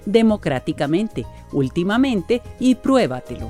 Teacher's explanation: las palabras sobre esdrújulas, las cuales tienen el acento prosódico en una sílaba anterior a la antepenúltima sílaba.